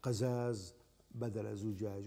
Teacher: ويبدل الناس الجيم زاياً والزاي جيماً في بعض نواحي بلاد الشام